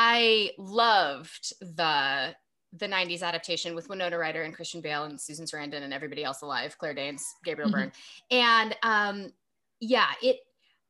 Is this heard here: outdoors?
no